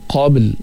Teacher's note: Qabl berserta dengan qalqalah sughra juga di tengah kalimah.